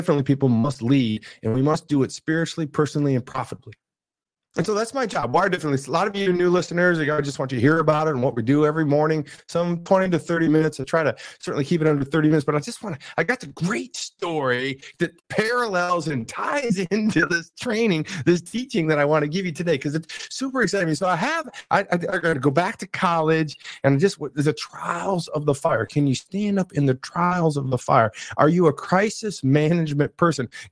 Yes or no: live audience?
no